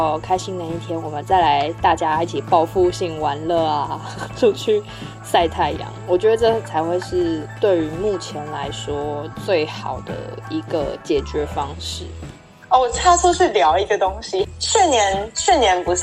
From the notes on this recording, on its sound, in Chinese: 雖然一個把自己關在宿舍，一個關在家。這次的連線錄音。